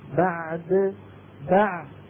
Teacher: بده يحرص القارئ على أن يعطي العين حقها، ثم بعد ذلك ينطق الدال مقلقلة بالتباعد بين طرفي عضو المخرج